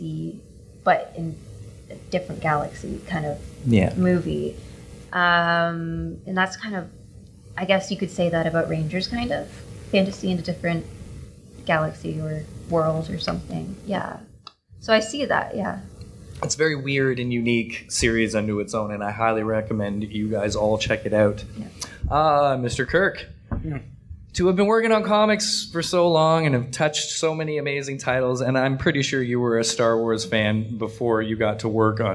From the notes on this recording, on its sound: LIve from FanExpo Canada 2023.